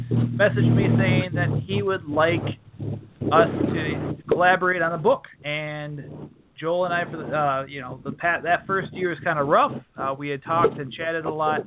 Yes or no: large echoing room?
no